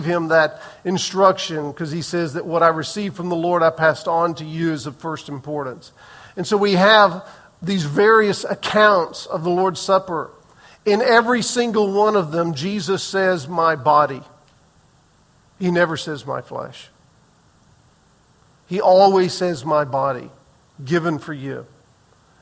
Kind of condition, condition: setting, large echoing room